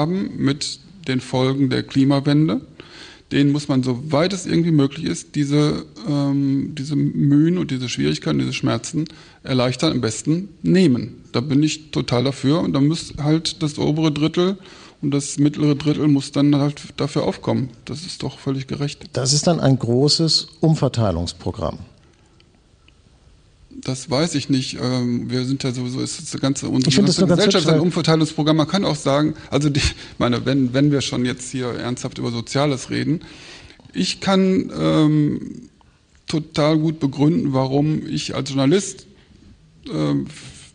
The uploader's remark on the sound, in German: im Rahmen von „2 um 8 – der radioeins- und Freitag-Salon“ am Berliner Ensemble aufgezeichnet